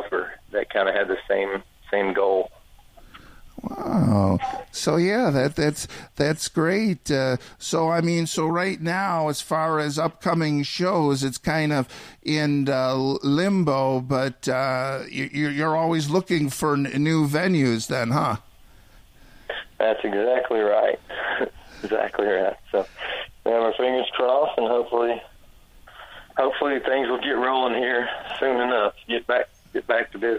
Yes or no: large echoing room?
no